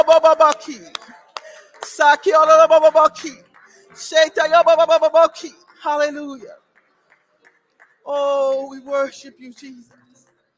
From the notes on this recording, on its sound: This sermon was recorded live on August 14, 2022 at Newark United Pentecostal Church.